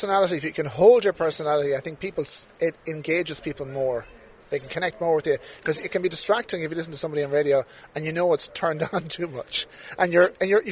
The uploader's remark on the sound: We recorded this one outdoors on the decking area at the Raddison Blu Athlone.